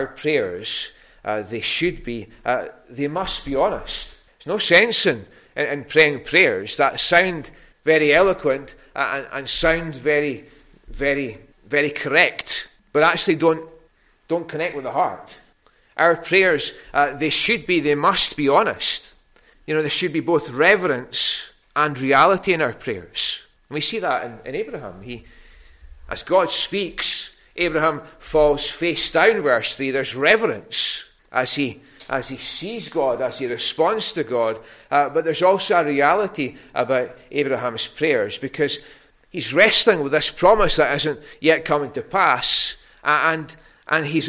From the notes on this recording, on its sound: recorded at North Harris Free Church on the evening of Sunday 20th November 2022